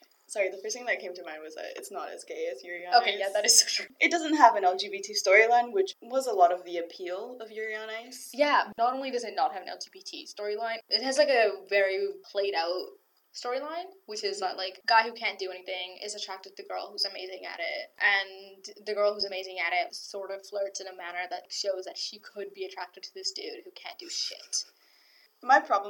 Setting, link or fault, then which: fault, poor sound quality